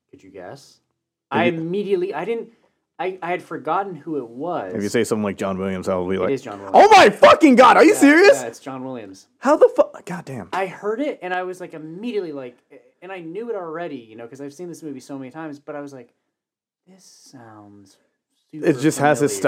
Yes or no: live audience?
no